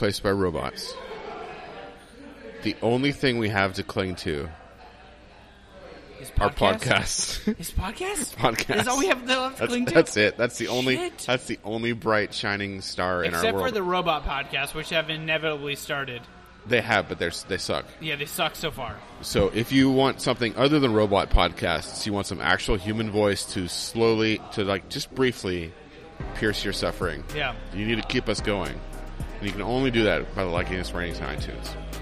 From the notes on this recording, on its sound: On 192nd Ave in Vancouver Washington at a Tap Room. This week is a little different as we won't be clean and proper BUT we love out live recordings.